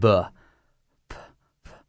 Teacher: P is the same sound just without the voice. · Term: unvoiced